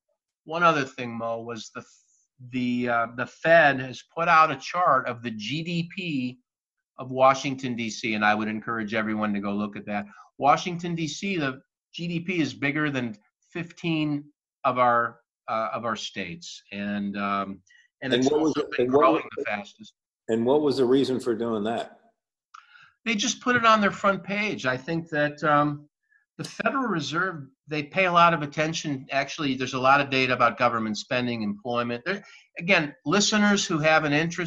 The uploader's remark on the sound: Test Show with Zoom